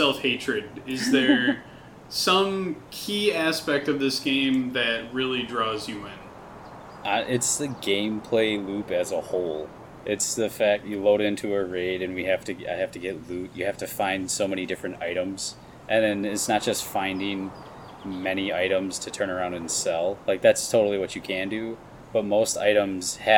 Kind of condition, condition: fault, sounds in the background